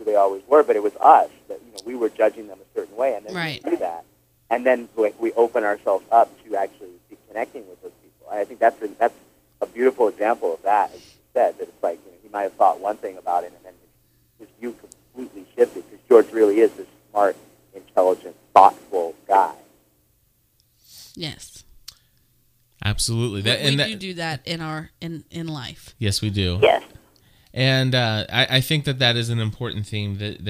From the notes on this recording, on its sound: We are joined by several LIVE CALLERS who add to the conversation.